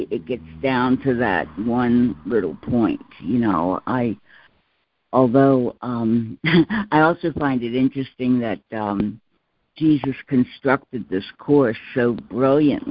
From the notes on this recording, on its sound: ACIM Daily Conference Call